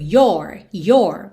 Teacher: no your possessivo, especialmente no inglês americano, esse O é mais aberto